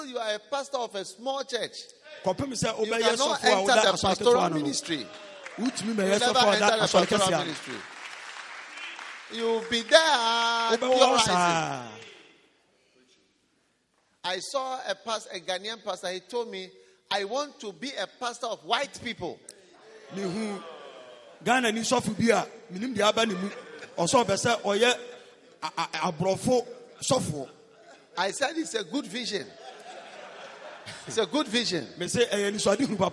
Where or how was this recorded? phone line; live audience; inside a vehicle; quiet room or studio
live audience